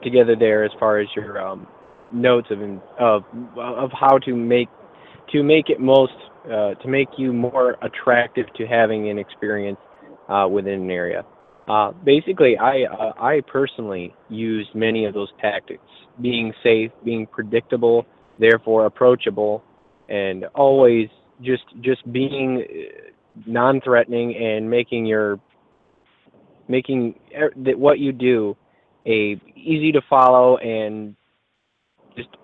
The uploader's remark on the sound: Monster X Radio: Live from HopsSquatch